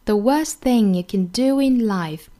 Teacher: can do in life is to say no to love.那这句话呢，英音和美音的区别，我们在两个单词，一个是 worst，美音版的话，我们要卷舌读成 worst。注意我们在读英音的时候，长元音嘴角两边裂开 worst。美音的话呢，更强调它卷舌的这个状态 worst。The worstthing，那 worst 尾音的 t 我们做省音处理，因为后面的 thing 呢，也是一个辅音，我们省前留后